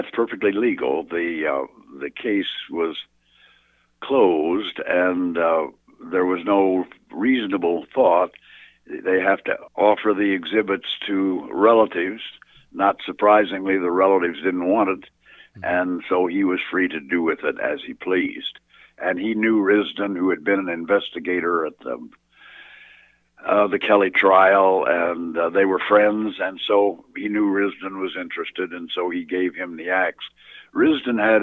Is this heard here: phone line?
yes